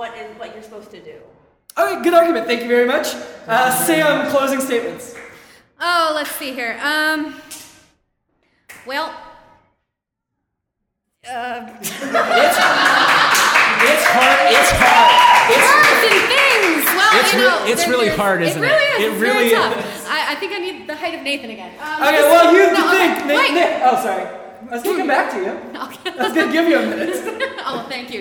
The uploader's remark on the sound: Free Comic Book Day 2016. Originally Recorded Live at Packrat Comics. Packrat Comics is a fun family friendly comic shop located in the heart of Old Hilliard.